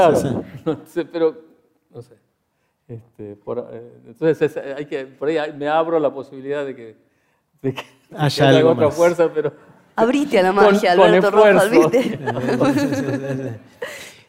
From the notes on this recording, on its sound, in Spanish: Este es un episodio especial de Aprender de Grandes que grabamos con audiencia en vivo en el auditorio del Centro Cultural de la Ciencia en Buenos Aires.